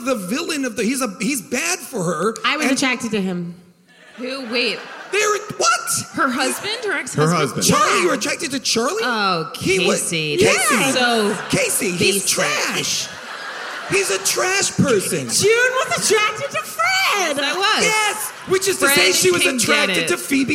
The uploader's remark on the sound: Recorded live at The Ebell Theater in Los Angeles